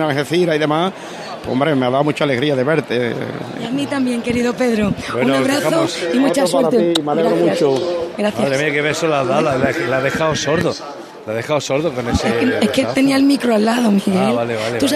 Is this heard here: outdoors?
yes